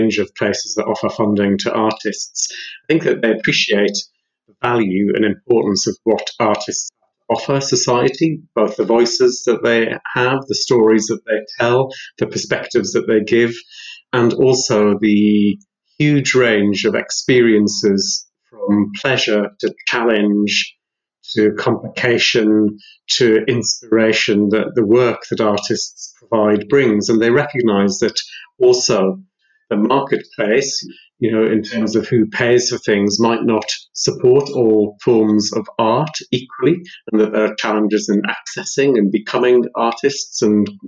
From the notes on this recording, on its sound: It was very hot when recording this episode, so we're going to blame the heat for the slightly glitchy audio quality. Heat rises, so we can only assume that it stole away some of the soundwaves before they reached the mic.